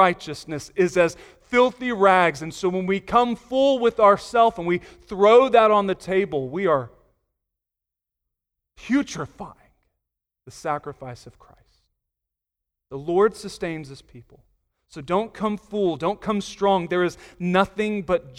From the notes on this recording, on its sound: Sunday Morning Sermon Audio.